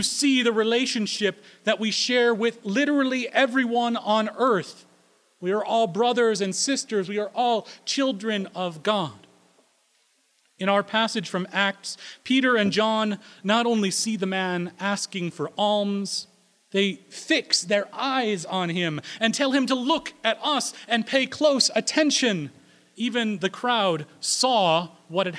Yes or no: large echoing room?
yes